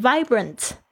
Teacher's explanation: 这个 V 其实是上排的牙齿轻轻的这个咬到这个下排嘴唇的一个 V 的发音